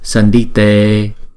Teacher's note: chữ E là diphthong là hai nhịp